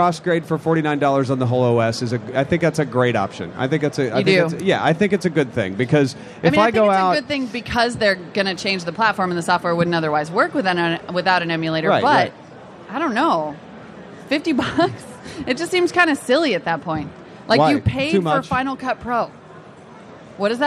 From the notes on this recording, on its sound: Live from Macworld